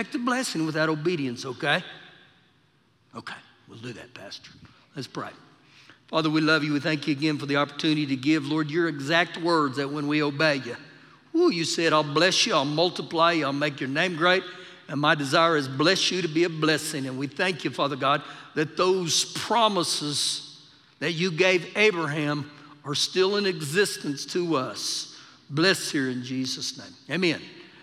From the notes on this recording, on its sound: Recorded live during our Wednesday night service